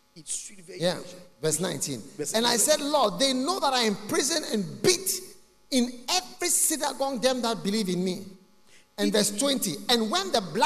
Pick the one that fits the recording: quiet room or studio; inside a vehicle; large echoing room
large echoing room